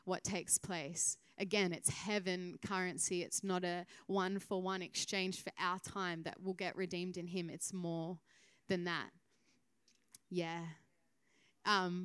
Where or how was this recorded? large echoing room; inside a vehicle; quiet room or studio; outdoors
large echoing room